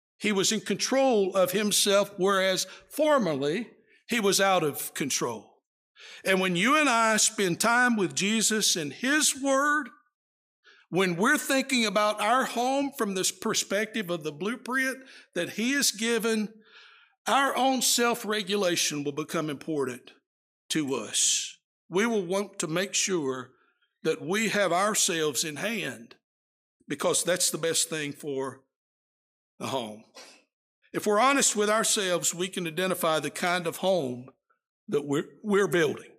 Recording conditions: large echoing room